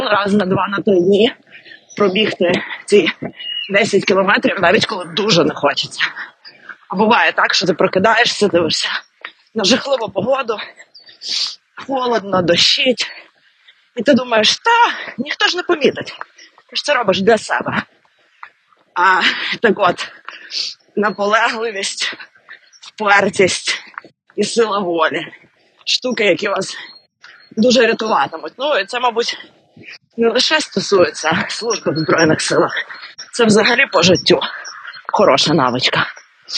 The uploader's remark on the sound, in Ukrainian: Цей епізод трохи експериментальний, бо записувався буквально «на бігу».